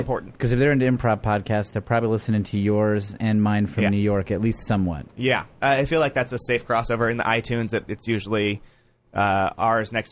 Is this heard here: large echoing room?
no